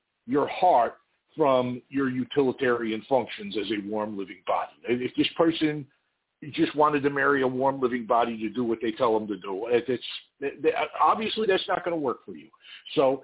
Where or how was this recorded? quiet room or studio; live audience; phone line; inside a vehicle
phone line